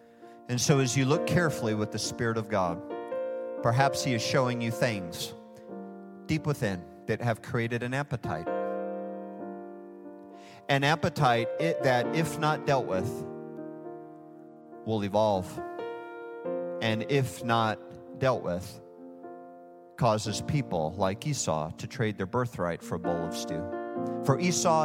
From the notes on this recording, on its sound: Recorded live at Hope Church in Springfield, Mo.